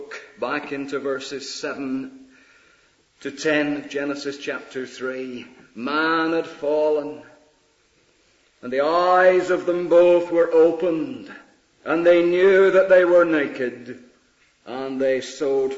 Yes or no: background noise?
no